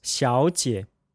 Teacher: That's XIAO with a third tone and then JIE with a third tone as well. And here, the two consecutive third tones should trigger the switch that the first third tone needs to become a second tone